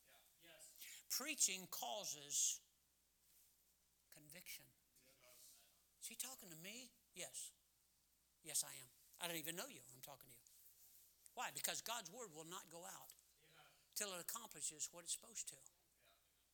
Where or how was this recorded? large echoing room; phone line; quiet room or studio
large echoing room